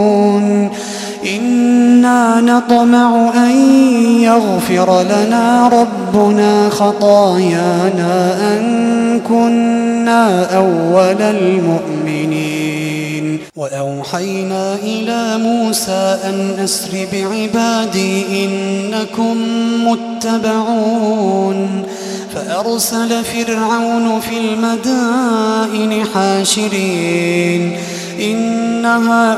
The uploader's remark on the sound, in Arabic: تسجيلات من صلاة التراويح لشهر رمضان عام 2016.